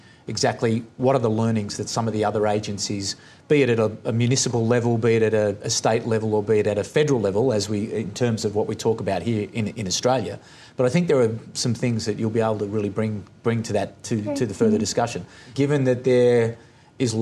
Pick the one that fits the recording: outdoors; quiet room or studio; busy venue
busy venue